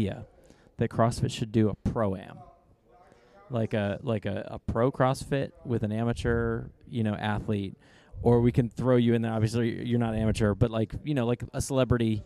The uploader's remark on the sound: LIVE from the CrossFit Games. We sat down LIVE at the CrossFit Games.